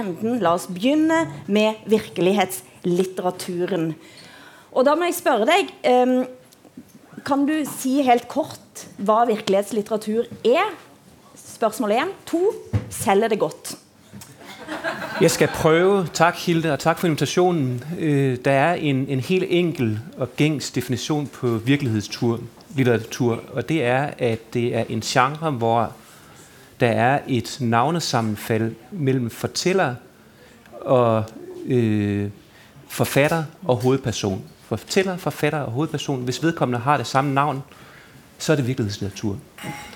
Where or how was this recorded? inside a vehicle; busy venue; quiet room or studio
busy venue